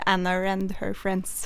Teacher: av og til så putter det en R der det ikke skal være R, bare fordi at det er mellom to vokaler, som da blir kallet for intrusive R